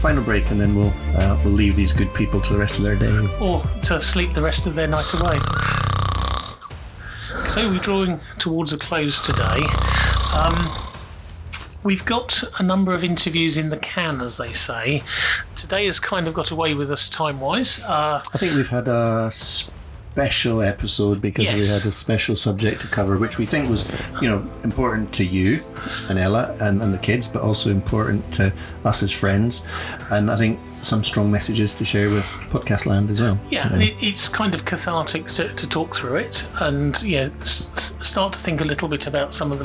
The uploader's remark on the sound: Accordingly, for one episode only, we are supported by a series of non-invasive backing tracks to hide the pops and clicks from the freezer, the smart meter and possibly the howling sou-westerley's that battered the man cave during recording.